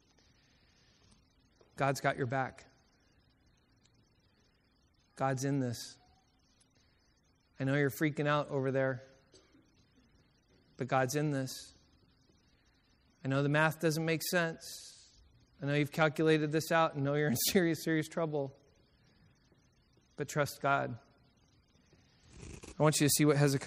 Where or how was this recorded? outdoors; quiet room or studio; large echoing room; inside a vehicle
large echoing room